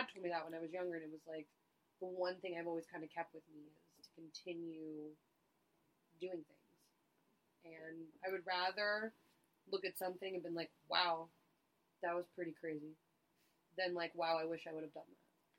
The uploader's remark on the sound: We didn't figure out we had technical issues with the mics until after the episode had been recorded multiple times. We apologize for the audio quality during this one.